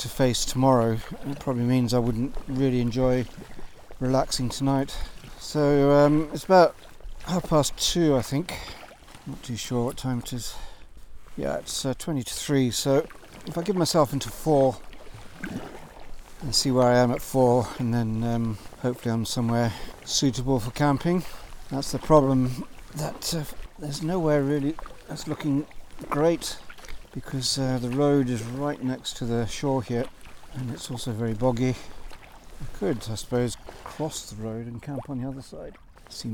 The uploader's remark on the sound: This episode was recorded live in my sea kayak as I explored Upper Loch Torridon on the north west coast of Scotland.